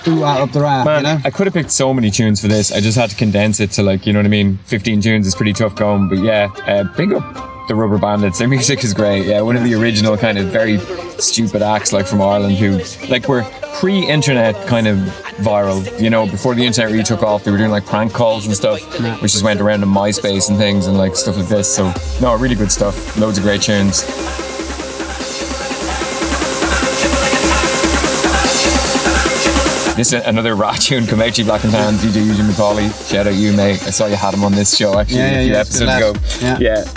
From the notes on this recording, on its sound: Recorded in the back of my car at Bang Face.